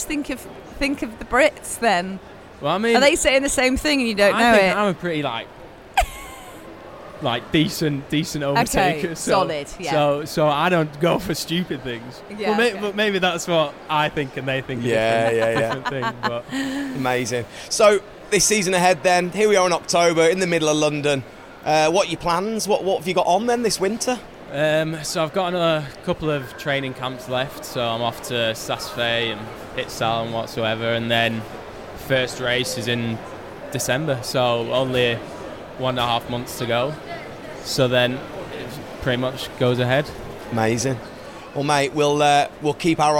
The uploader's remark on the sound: LIVE at the Snow Show